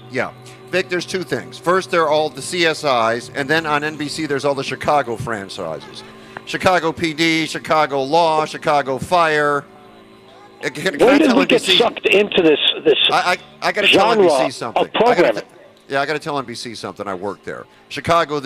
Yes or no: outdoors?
yes